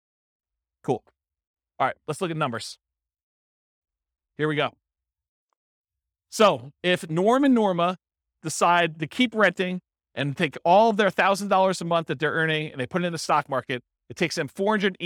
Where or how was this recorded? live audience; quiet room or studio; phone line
live audience